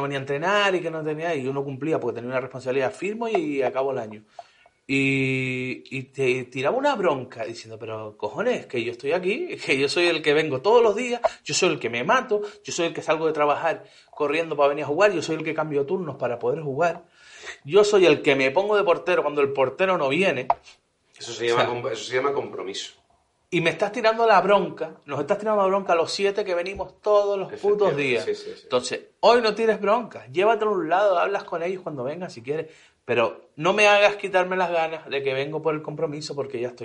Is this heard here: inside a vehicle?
no